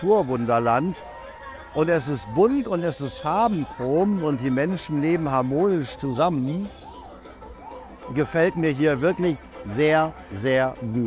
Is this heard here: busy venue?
yes